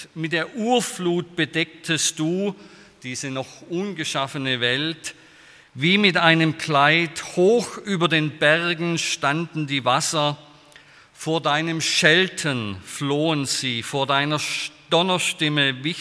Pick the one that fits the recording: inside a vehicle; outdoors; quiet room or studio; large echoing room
large echoing room